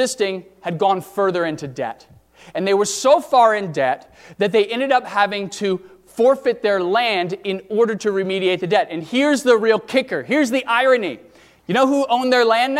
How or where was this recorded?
large echoing room